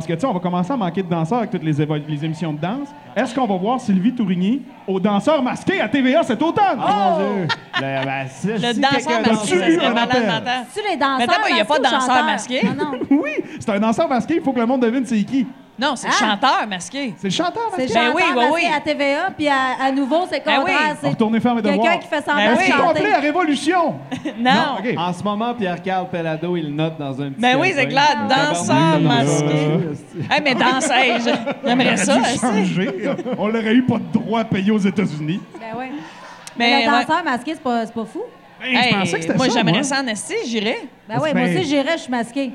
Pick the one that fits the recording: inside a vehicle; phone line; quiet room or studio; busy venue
busy venue